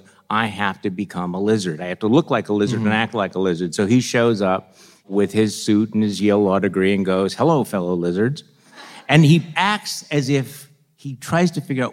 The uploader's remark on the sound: Live from New York